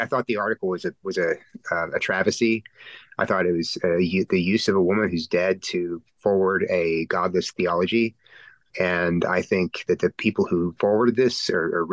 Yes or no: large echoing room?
no